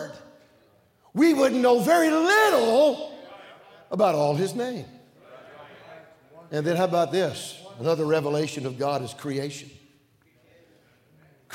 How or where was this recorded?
large echoing room